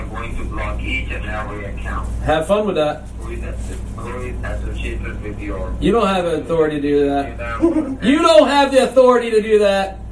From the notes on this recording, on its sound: special end credits phone call